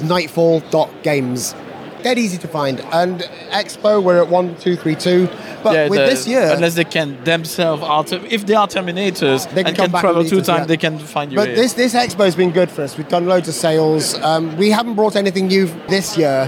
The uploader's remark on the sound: Here's the third and last part of our episode recorded at UK Games Expo.